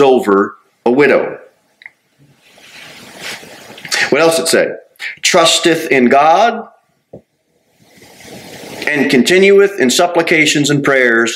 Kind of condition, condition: setting, large echoing room